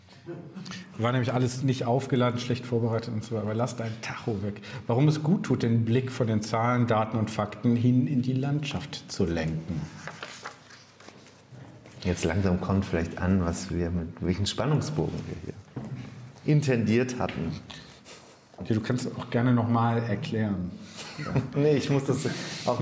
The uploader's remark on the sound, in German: Der Kleinkunstverein Altbau in Irsee im schönen Allgäu hat uns zu Lesung und Live-Podcast eingeladen.